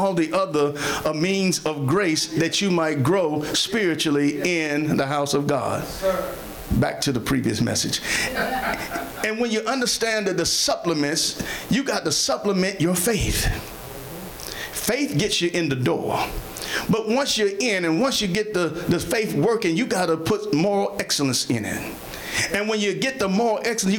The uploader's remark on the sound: Sermon preached from Wesley AME Zion Church